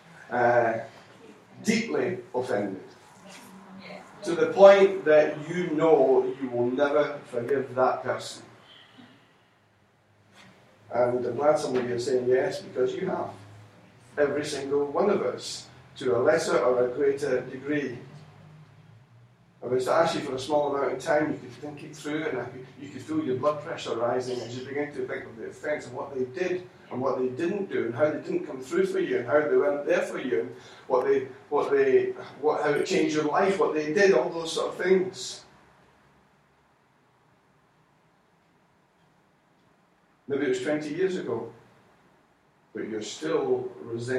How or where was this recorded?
large echoing room